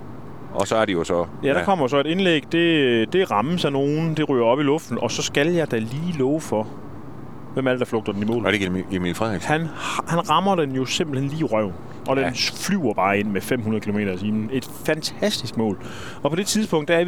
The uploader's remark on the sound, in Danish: Denne podcast er optaget på vej hjem efter kampen i Haderslev